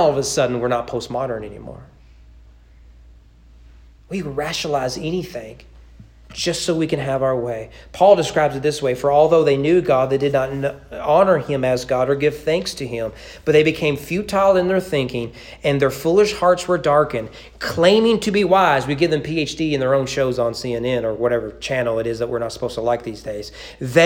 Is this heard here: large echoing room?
yes